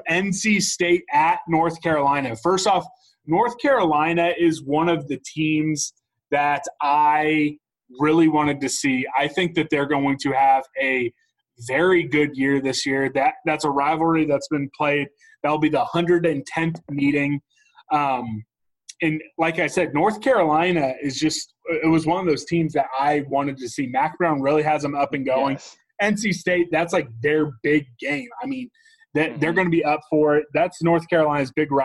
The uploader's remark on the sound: zoom together